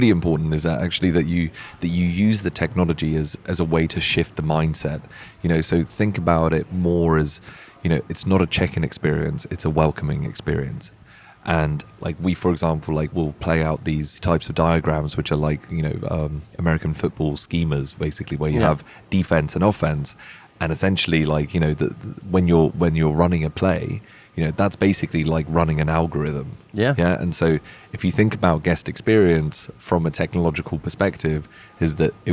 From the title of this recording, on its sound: Indie Colorcast Live at The LINE Hotel